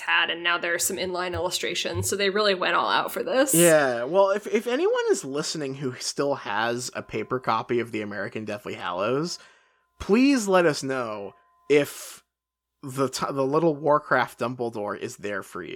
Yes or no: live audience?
no